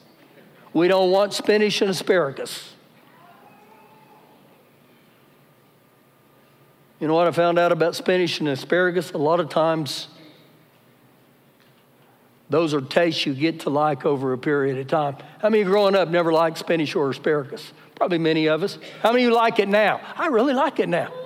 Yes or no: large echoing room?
yes